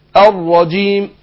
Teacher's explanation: الراء هنا في الرجيم مفخمة ومفتوحة في نفس الوقت